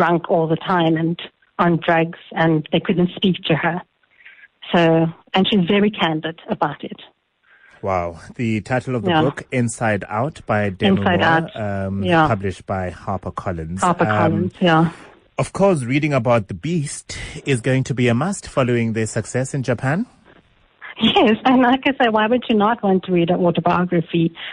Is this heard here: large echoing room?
no